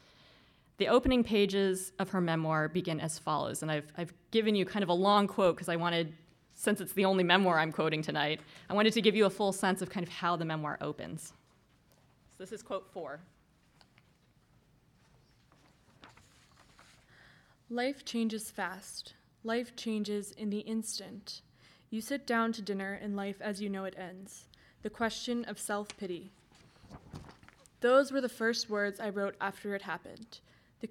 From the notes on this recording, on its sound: This lecture was held as the 8th annual O’Donovan Humanities Lecture.